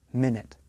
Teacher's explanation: Minute is a noun. It is a unit of time. The stress is on the first part of the word.